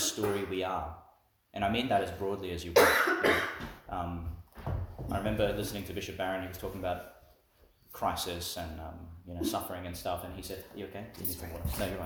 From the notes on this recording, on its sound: Homily for Ascension Sunday, delivered in St Mary's Catholic Church, Ubobo.